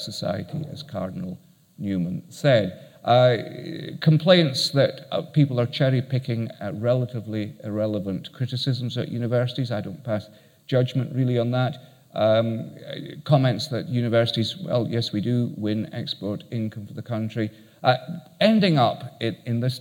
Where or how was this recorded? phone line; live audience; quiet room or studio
live audience